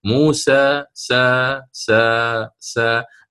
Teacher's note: اللسان وكأنه مبسوط من الوسط، وهذا ما يسمى بوضع الراحة